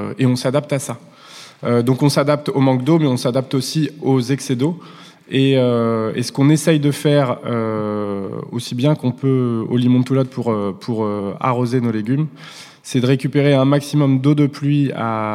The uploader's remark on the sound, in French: Enregistrée en public à l’Académie du Climat.